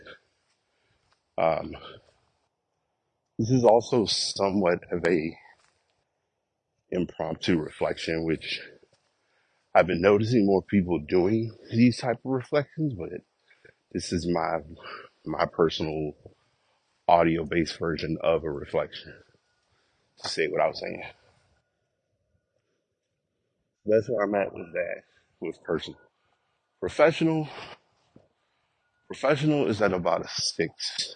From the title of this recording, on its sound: Walk Recording